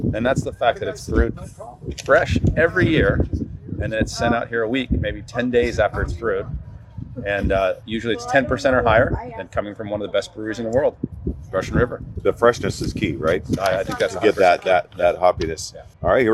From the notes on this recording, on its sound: an impromptu recording while waiting for Pliny the Younger to be released at Carlsbad Brewing Company